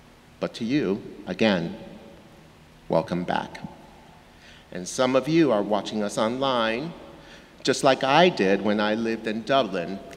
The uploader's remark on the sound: Sermons from Old South Church in Boston